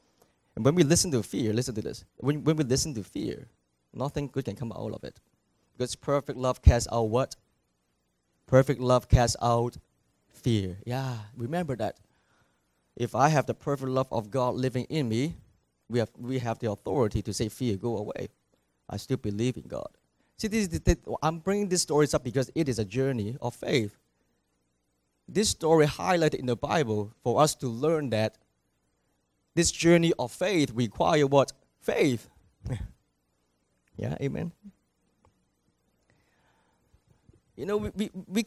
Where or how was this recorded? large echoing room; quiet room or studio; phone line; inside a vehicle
large echoing room